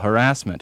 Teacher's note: the pronunciation of the word harassment with stress on the second syllable